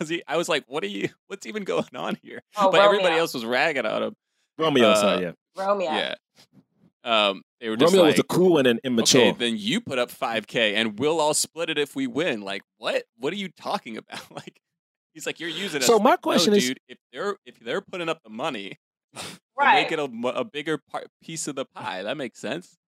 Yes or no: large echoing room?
no